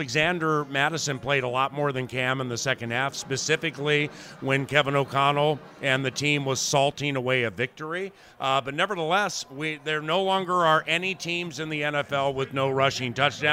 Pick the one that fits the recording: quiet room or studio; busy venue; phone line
busy venue